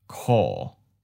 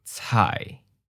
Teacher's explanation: mid and falling, meaning it starts at the middle part of your voice and then drops down to the lower part, usually to the point where your voice gets kind of creaky.